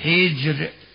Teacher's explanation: ترقق الراء لأنها وقعت بعد كسر